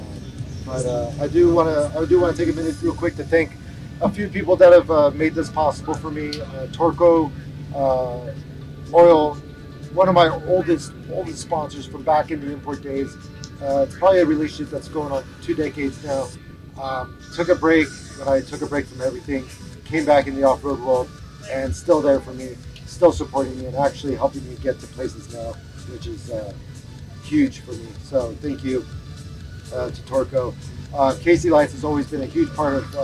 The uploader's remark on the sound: Completely bomb the sound mix on this one. Sound quality issues aside. Out in a very unique location, Lasertown, out in in Johnson Valley thanks to Mythosaur Motorsports who threw a very cool wheeling event in the middle of the desert.